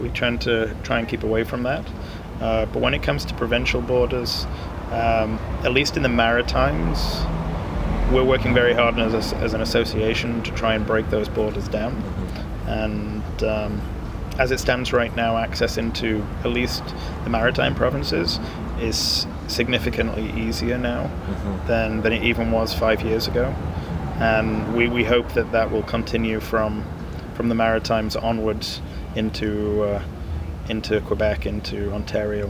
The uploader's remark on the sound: On the patio outside the Cider House.